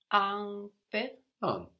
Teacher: how the N gets swallowed into that U and how it changes the pronunciation